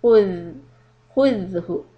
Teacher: My mouth here is rounded for the dhamma and then the lips are being flattened for letter dhal.